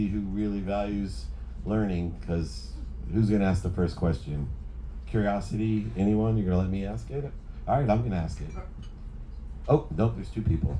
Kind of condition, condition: setting, busy venue